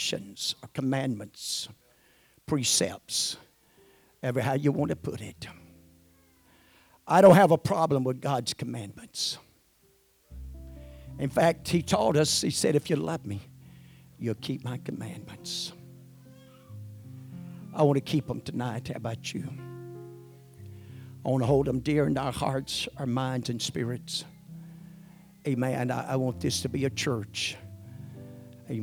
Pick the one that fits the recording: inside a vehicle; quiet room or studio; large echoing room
large echoing room